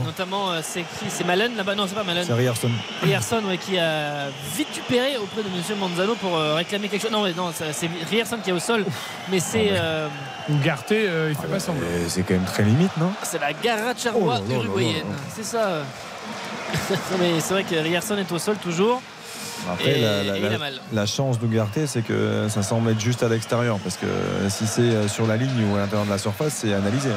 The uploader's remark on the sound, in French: en direct du Parc des Princes